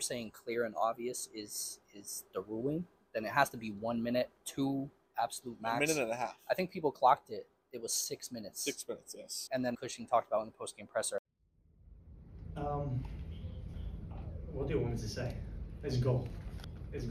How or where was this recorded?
busy venue